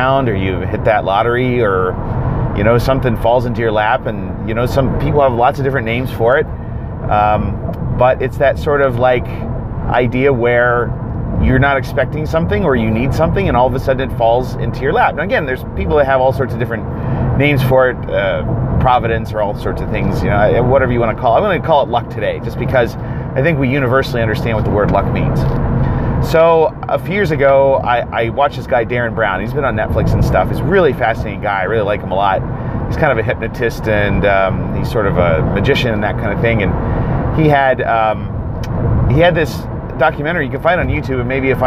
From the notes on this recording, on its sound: I wonder about a lot of things on the way to work and I am in my car… and I have a phone, so I thought I would just record some thoughts on some things I wonder about!